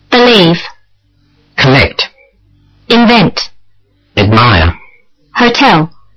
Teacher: Read these two-syllable words, stressing the second syllable.